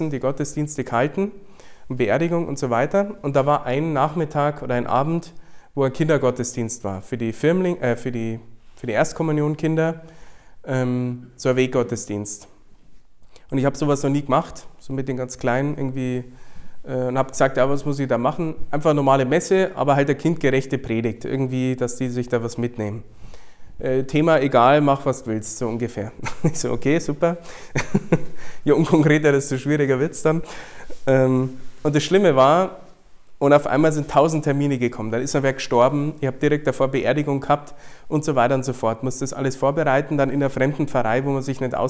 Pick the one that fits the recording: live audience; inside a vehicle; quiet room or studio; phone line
live audience